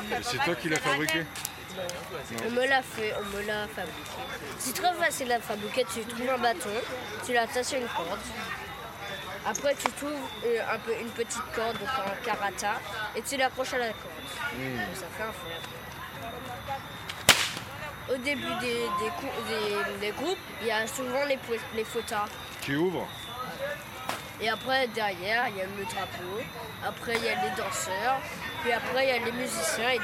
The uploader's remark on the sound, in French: Cet épisode relatera les différentes étapes du carnaval par des enregistrements réalisés pendant les préparatifs, les répétitions et les défilés dans les différents quartier de Pointe à Pitre.